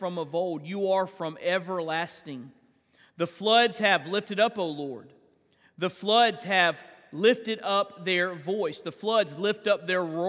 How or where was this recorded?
large echoing room